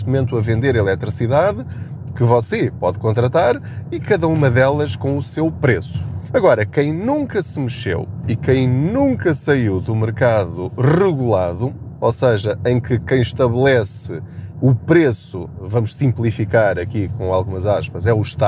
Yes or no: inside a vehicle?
yes